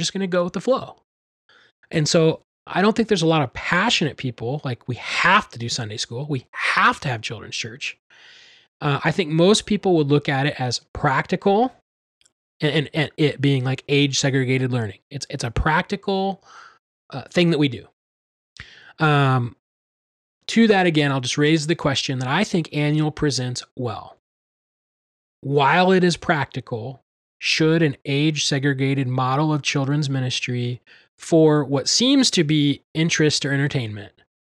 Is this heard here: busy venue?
no